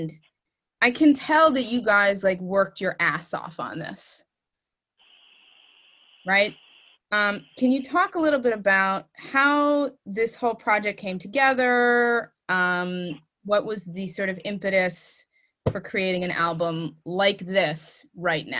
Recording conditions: video call